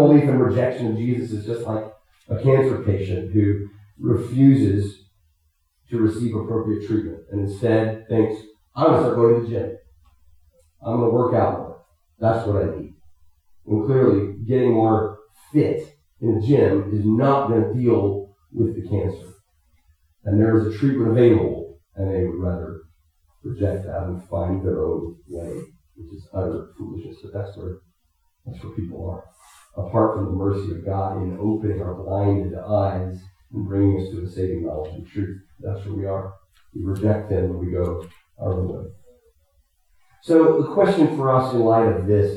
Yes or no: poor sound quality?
yes